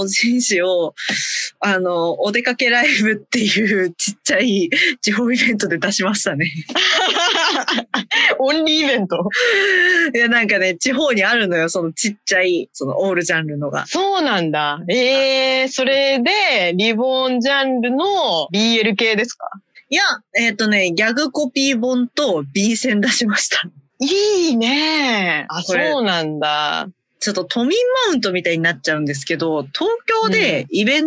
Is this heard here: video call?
yes